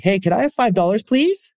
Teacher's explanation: So when asking somebody something, for example, if you were to ask somebody for, I don't know, $5, and you ask them in this way, hey, could I have $5, please? Your voice goes up at the end. It's an upward intonation. That's a supplicatory beta.